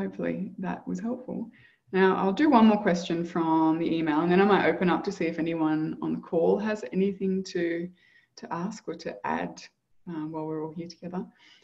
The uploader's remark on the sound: Live Community Call.